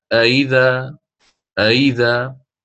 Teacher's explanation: الإمام ورش يسهل الهمزة الثانية كالعادة، مذهبه تسهيل الثانية ولكن مع عدم الإدخال، كما هو يعني ماشي على نفس المنهج، يعني سواء في المفتوحتين أو المفتوحة المضمومة وكذلك في المكسورة.